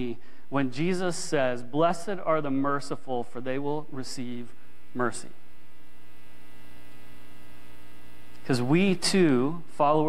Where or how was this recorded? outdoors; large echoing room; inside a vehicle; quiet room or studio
large echoing room